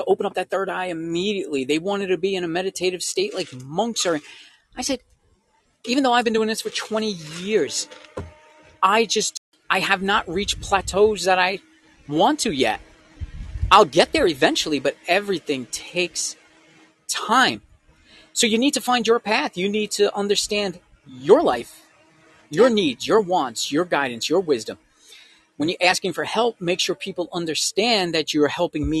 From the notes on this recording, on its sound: Was recorded live over the Wisdom app. The show was recorded outside our home studio so there will be background noises, wind dogs barking, and the like. We took complete advantage of a beautiful August day!